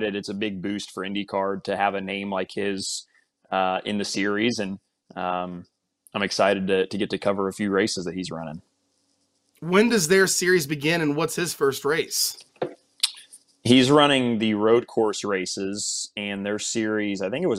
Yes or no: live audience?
no